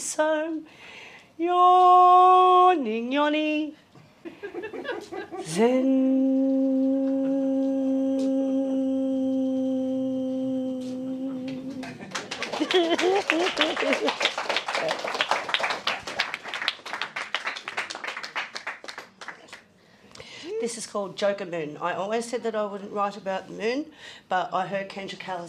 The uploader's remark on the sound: Live at Passionate Tongues. Recorded at The Brunswick Green.